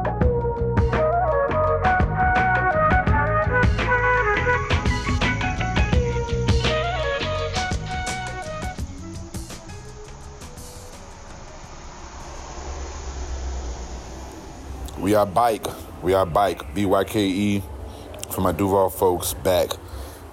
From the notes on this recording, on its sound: While relaxing before the RnB Mostly brunch event, I hit record on the phone and...recorded.